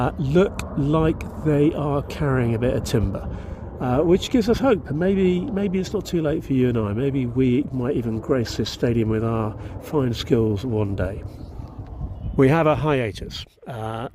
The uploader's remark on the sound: was recorded at the Stade Fort Carré on 18 February 2024.